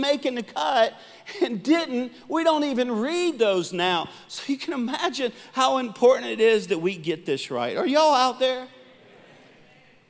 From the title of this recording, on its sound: Live Recording